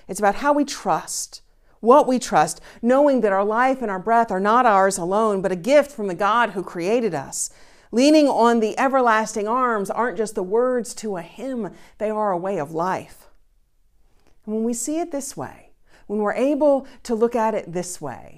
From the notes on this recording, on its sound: Recorded live each week at First Pres in beautiful historic downtown New Bern, North Carolina. First Presbyterian Church, New Bern, North Carolina, established in 1817.